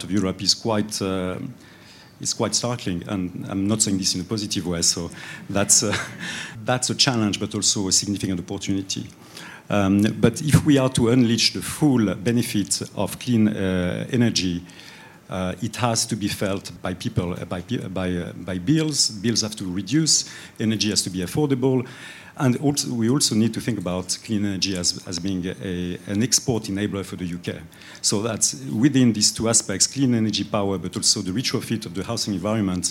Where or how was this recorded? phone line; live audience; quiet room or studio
live audience